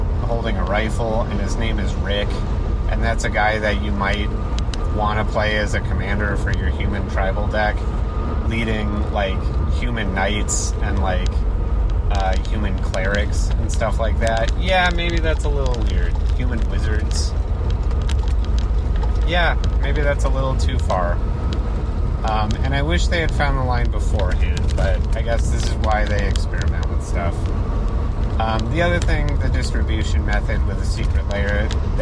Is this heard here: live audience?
no